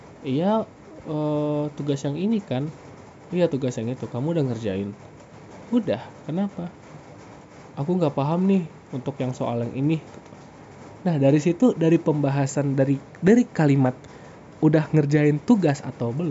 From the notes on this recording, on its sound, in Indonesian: Maaf suara hujannya gede yah.